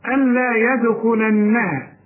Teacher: اللام ادغام كامل بدون غنة، وانا بريحك بقول لك الغي النون كانها غير موجوده، الا اعلش بكل الهمزه مع اللام لأن النون جوه اللام دلوقتي مش باينة.